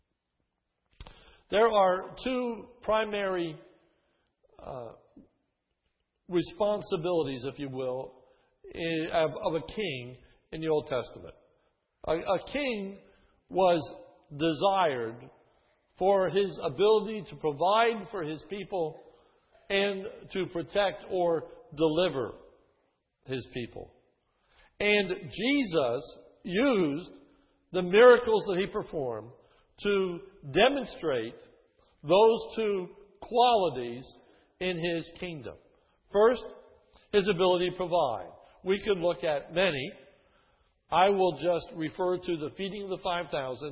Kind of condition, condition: setting, large echoing room